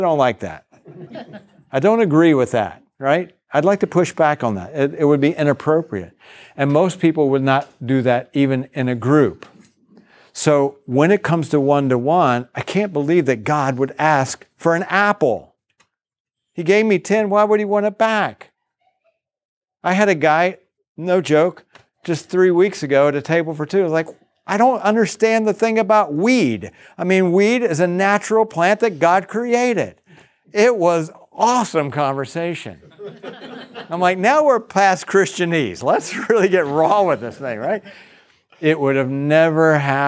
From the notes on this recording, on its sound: second track session at last year's National Disciple Making Forum